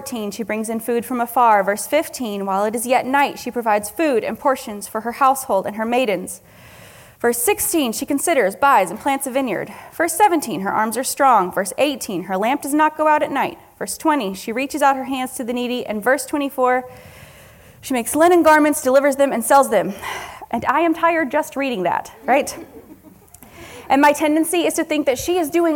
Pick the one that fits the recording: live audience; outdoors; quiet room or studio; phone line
live audience